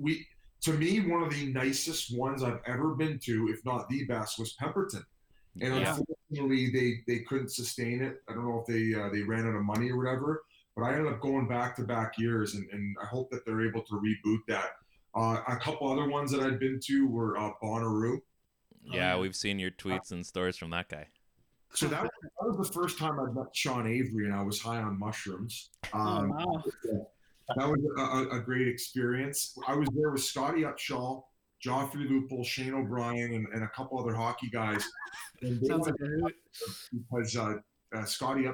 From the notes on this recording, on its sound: Unfortunately, we ran into a few technical problems (of course)